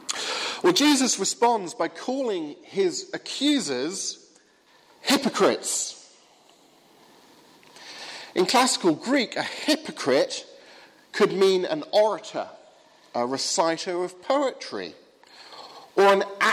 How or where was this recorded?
large echoing room